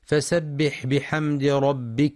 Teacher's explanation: ينتبه القارئ لهمس الحاء في والفتح وبيان همس ورخاوة الحاء أيضا في فسبح، كما يراعى إعطاء حرف السين صفة الصفير والرخاوة في فسبح